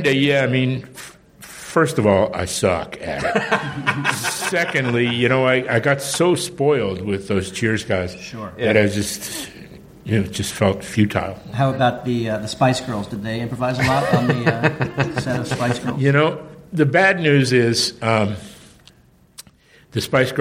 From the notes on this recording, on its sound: from the stage at IO West during the The 13th Annual Los Angeles Improv Comedy Festival